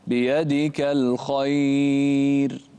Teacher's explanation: فخم الخاء ورقق الراء